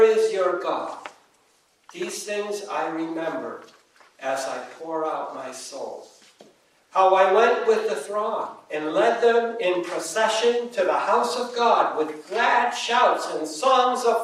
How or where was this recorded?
large echoing room